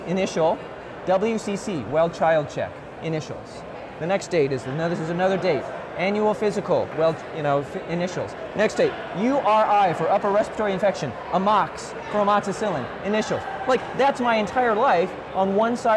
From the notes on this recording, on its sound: It’s an Interview in Action live from CHIME’s Fall Forum.